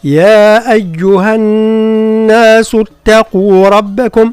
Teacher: والنون هي مشددة وفيها غنة